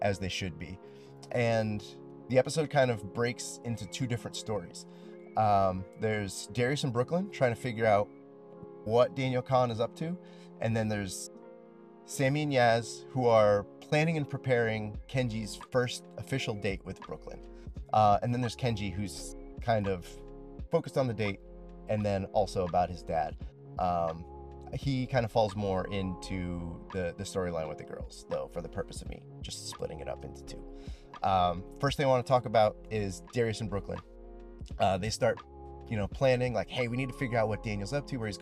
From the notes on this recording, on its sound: On my lunch break at work I used a random number generator to pick a season and episode, watched it, then recorded a little bit about it sitting in my car.